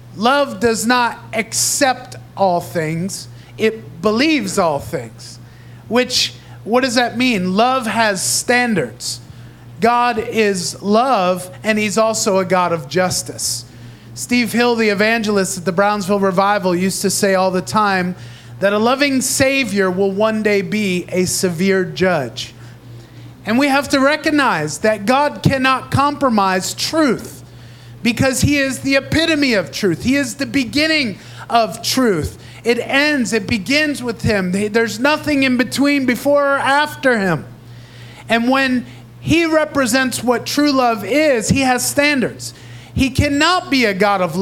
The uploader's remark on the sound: Recorded live in Praise Revival Center in Davao City, Philippines.